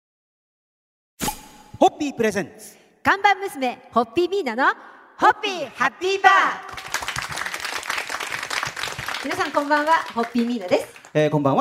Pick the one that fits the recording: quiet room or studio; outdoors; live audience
live audience